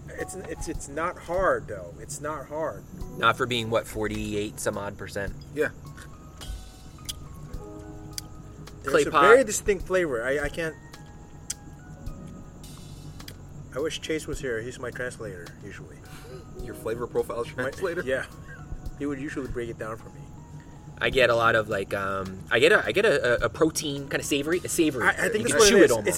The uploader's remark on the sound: Outside of his SGV home. The nights light rippled off of his pool and the bottom of our glasses were always left wet.